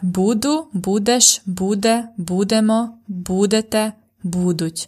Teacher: The stress is always at the first syllable.